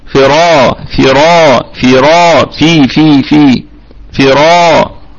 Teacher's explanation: طبعا احنا في عند حفص هذه الراء لأنها مفتوحة ستكون مفخمة وليس لها علاقة بما قبلها، تمام، فتبقى فراشا. يبقى عندنا الراء مفخمة وبقية الكلمة مرققة، والراء أيضا فيها مد طبيعي